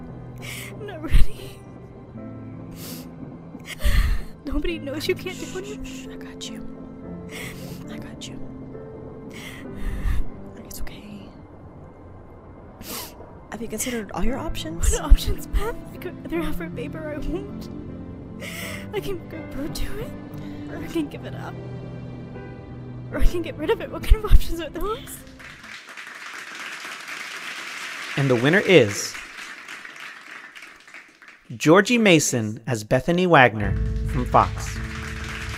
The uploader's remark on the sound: 2020 SkyWire Awards Live.